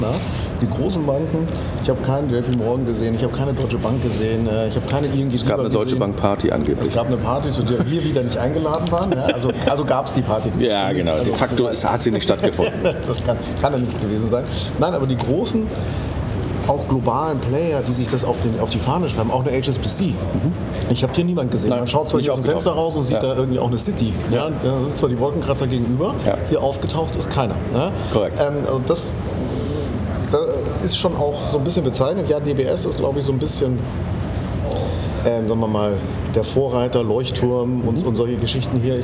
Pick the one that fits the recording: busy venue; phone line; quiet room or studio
busy venue